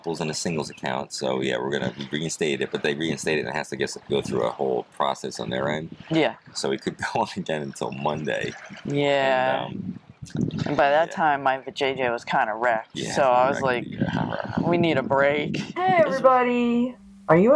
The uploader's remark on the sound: A Podcast On The Boat In The Bay, We're Floating! We apologize for any wind noise as we are on…our paddleboat!